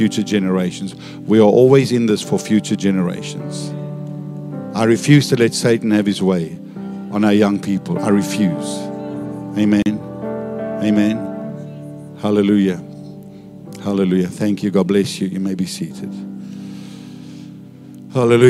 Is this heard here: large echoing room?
yes